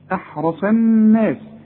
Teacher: أحرص الراء مفخمة والصاد مفخمة